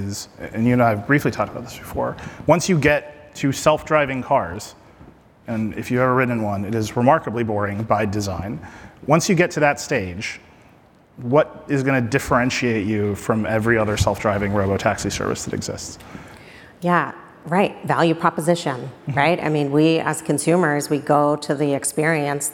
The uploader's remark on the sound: we recorded it live, on stage at Code Conference